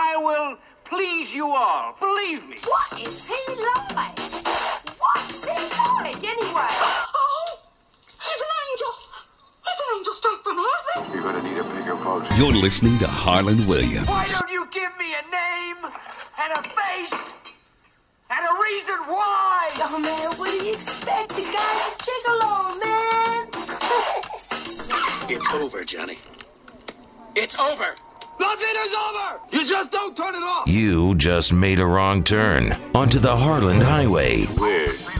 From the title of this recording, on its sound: Phone talk.